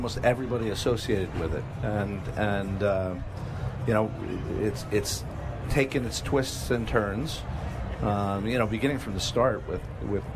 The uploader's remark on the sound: Live from NHL All-Star Fan Fair